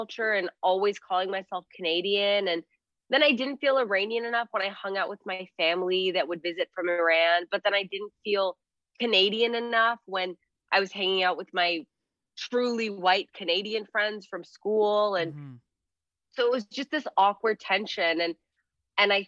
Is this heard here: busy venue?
no